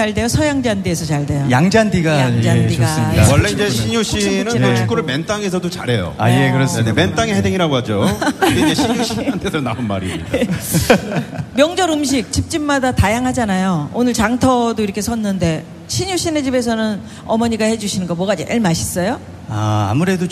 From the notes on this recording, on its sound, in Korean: 유쾌한 만남 공개방송